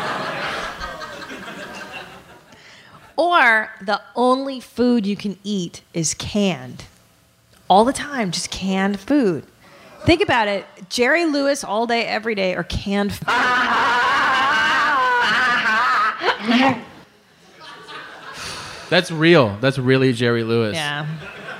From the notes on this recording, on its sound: Live From Toronto. This is the Live podcast by which all future live shows will be judged.